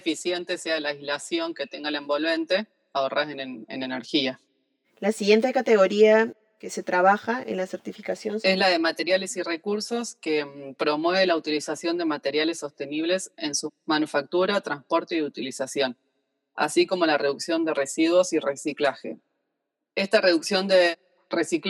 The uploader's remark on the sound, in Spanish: Esta entrevista fue grabada de manera remota.